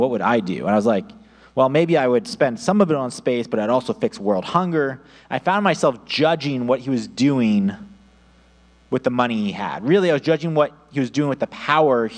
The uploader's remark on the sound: audio only recording of our service